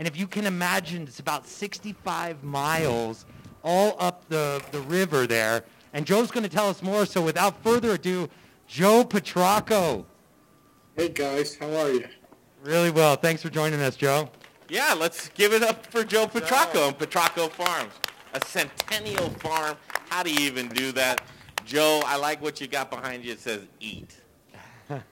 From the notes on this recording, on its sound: Live from Logan Street Denver Restaurant and Bar and Carboy Winery!